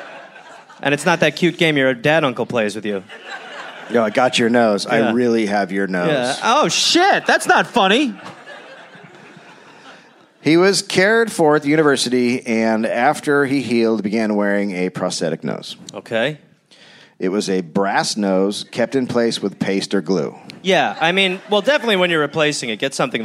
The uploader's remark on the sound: Recorded live in Copenhagen.